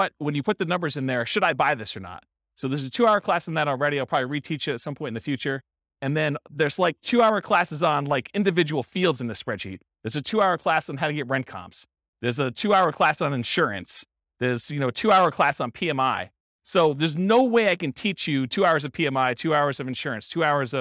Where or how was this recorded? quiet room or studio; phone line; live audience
live audience